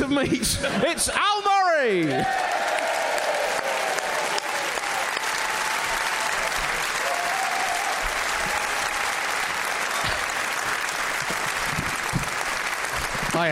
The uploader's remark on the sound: Recorded live at New Town Theatre in Edinburgh.